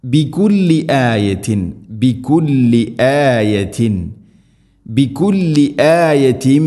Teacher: തൻവീനു ശേഷം മീം, തൻവീനിനെ മീമിലേക്ക് ഇദ്ഗാം ചെയ്ത് മണിച്ചുകൊണ്ട് ഉച്ചരിക്കണം.